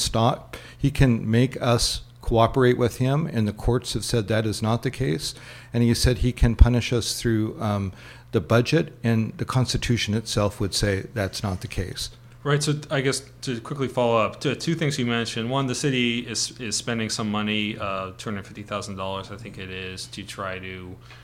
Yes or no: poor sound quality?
no